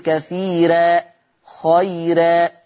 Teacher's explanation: ويرقق الراء المفتوحة إذا كانت مسبوقة بياء ساكنة